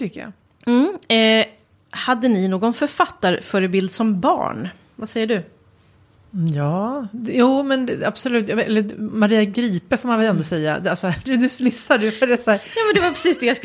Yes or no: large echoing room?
no